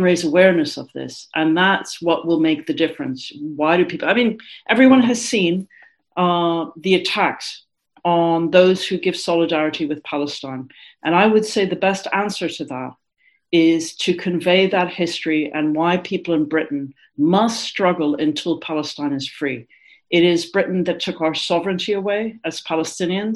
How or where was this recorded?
video call